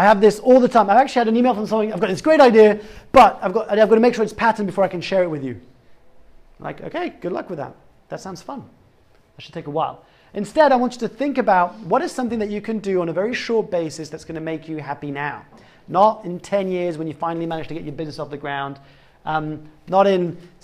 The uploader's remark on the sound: live talk from Google Campus x General Assembly